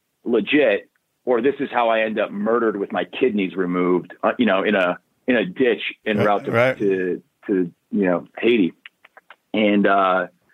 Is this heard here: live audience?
no